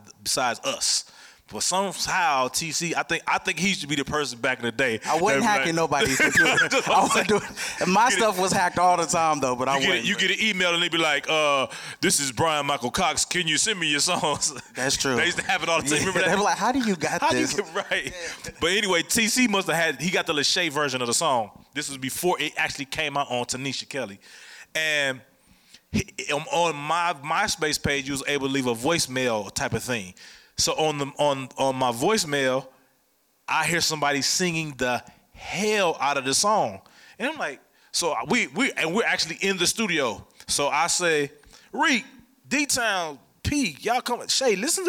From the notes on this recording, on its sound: Amplifier is filmed and recorded in front of a live audience at the Radio Milwaukee studios in Milwaukee, Wisconsin.